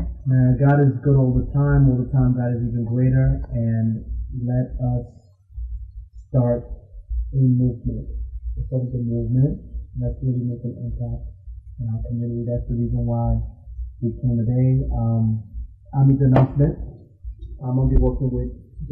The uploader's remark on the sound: Turn up your sound to the highest, we apologize for the low volume.